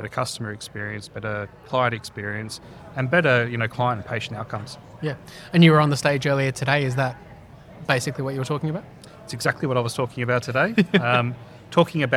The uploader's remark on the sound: Earlier in the year Talking HealthTech was a supporting partner at the 4th Annual Aged Care Tech Summit 2022 in Sydney. During the event we were doing our thing, catching up with speakers after their sessions and recording quick conversations.